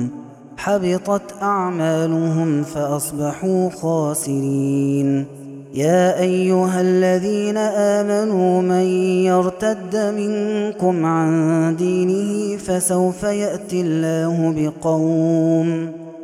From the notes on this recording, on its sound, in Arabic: هذا التسجيل من صلاة التراويح